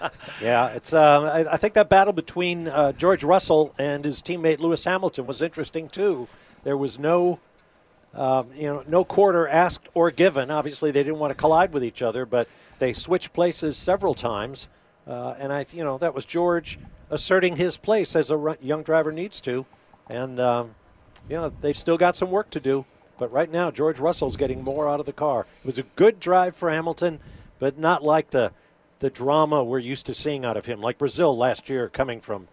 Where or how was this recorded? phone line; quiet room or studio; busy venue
busy venue